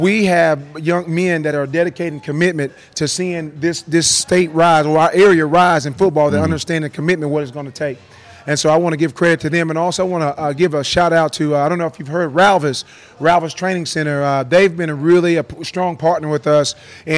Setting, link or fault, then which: setting, busy venue